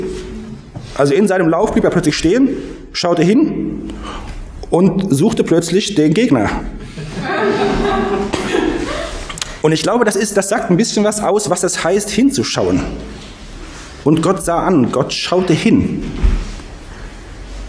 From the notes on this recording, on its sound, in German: Predigt aus dem Gottesdienst